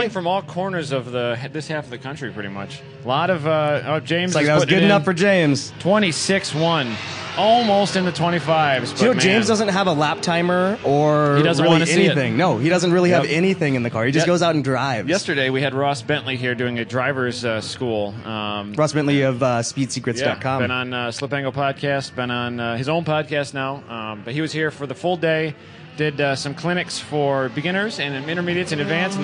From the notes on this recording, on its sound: Live from #GRIDLIFE at Mid-Ohio. Announcing duirng the #GRIDLIFE Track Battle Live Feed from Mid-Ohio Sports Car Course.